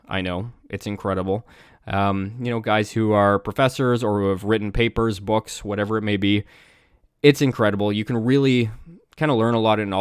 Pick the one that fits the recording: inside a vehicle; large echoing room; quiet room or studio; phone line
quiet room or studio